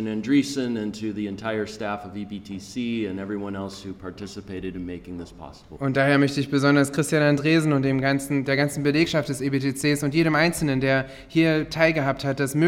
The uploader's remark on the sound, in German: Dieser Vortrag wurde auf der Hirtenkonferenz 2023 in Soest aufgezeichnet.